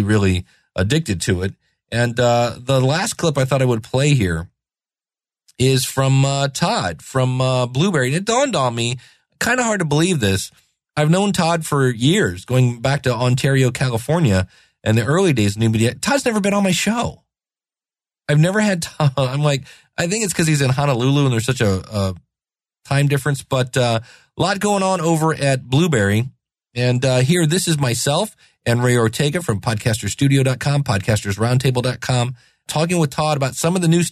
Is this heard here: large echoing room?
no